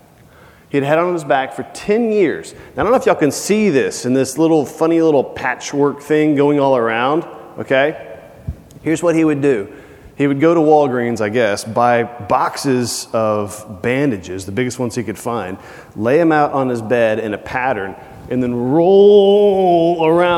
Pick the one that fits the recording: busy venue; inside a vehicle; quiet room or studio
busy venue